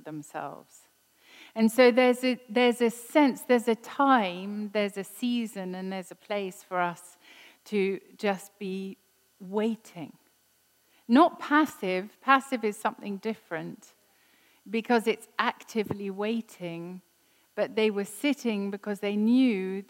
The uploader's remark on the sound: This was recorded at Skylark Church on 2nd October 2019